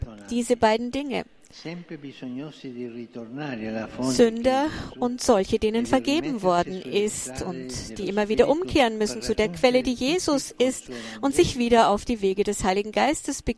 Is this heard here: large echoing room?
yes